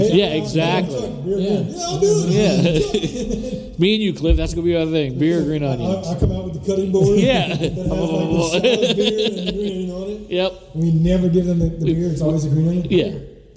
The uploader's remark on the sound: It's a Micro-Episode from Rally Cap Brewing in Baton Rouge